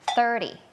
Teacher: เป็นเสียงแบบ unvoicedคือออกมาแค่ลมเราเอาลิ้นเนี่ยมาวางตรงกลางระหว่างฟันบนกับฟันล่างอย่างนี้เนาะ